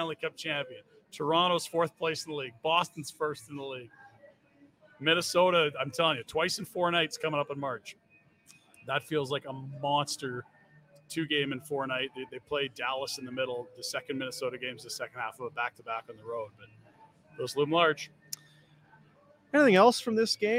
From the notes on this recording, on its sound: Post Game Show. Live from the Grey Eagle Resort and Casino!